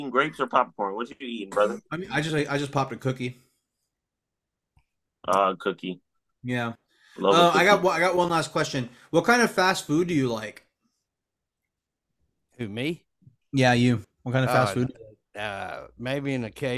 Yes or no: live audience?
no